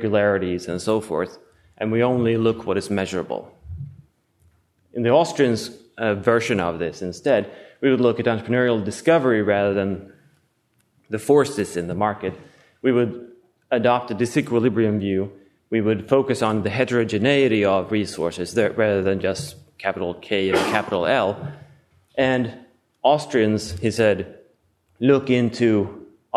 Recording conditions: live audience